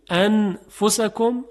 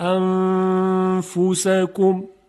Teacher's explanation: دو حرکت خونده میاریم، بعد حرف ف رو میگیم · Shown in: second take · فقط نکته اینه که ما باید موقعی که میخوایم نون رو اخفا کنیم، حرف بعدی رو هدف بگیریم با دهانمون که تلفظ بکنیم.